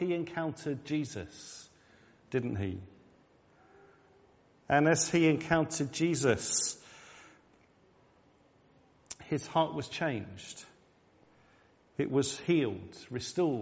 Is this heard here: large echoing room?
yes